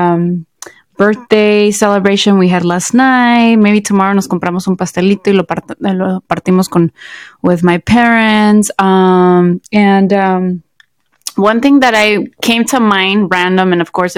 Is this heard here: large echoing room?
no